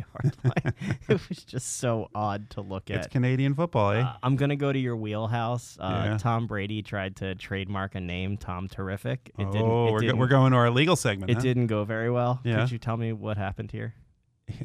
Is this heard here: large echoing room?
no